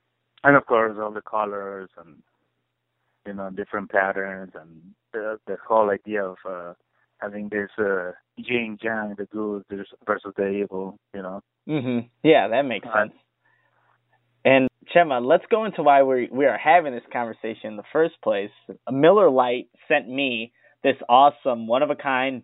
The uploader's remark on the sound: Conducted a phone interview.